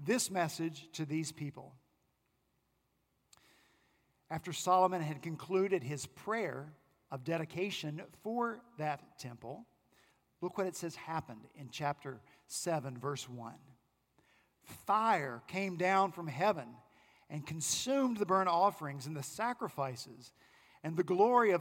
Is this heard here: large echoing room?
yes